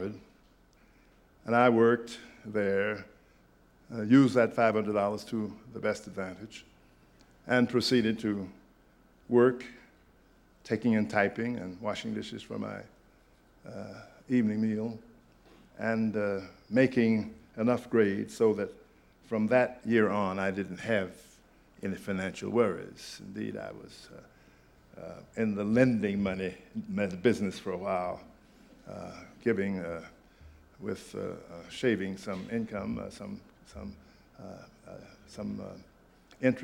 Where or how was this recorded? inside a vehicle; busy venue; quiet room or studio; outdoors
busy venue